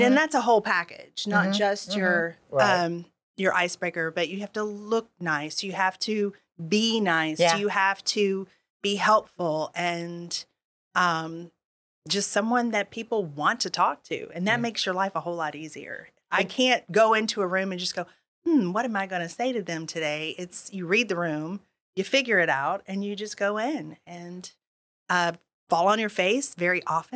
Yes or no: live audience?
no